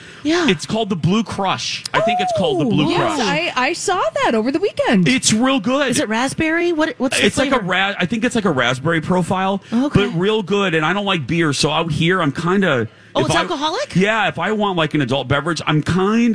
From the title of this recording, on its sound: At The MN State Fair